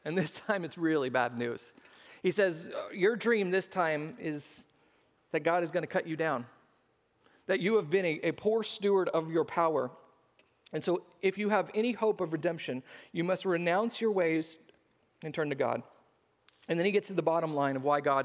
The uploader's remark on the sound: SCG Church Service